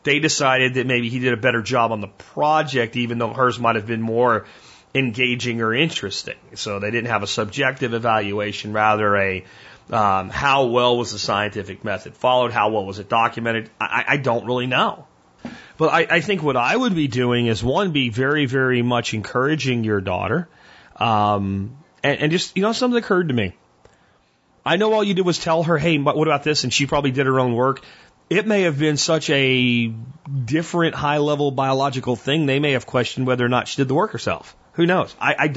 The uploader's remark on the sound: Listener Calls. I take your calls.